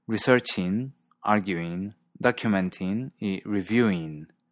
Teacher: la terminación ING de formas verbales como investigating está pronunciándose como in en lugar de ing